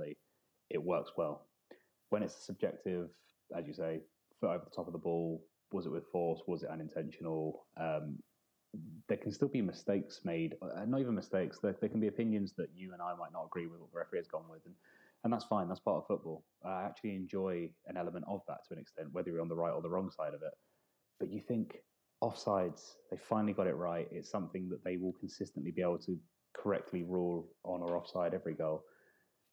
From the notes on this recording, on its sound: Apologies folks in advance for minor sound quality issues